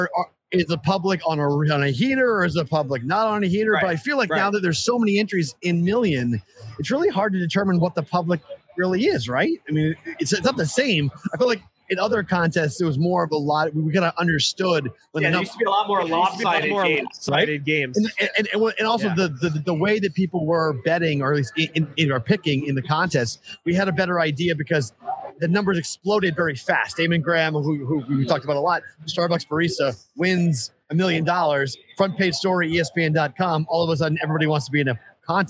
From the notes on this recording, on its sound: LIVE from Circa Sports in Downtown Las Vegas!